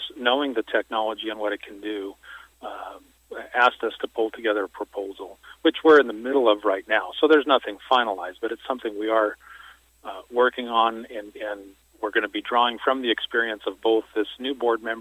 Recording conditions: phone line